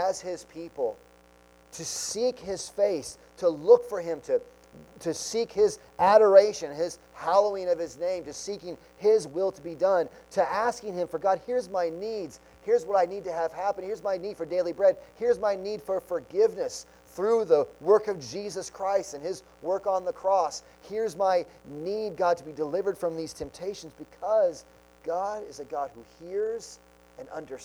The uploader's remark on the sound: Sunday Morning Sermon Audio